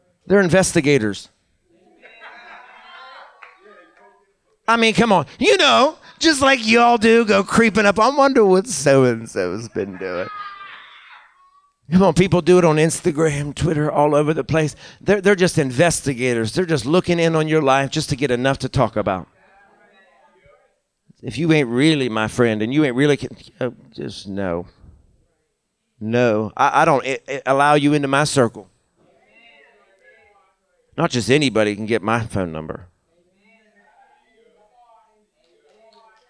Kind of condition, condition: setting, live audience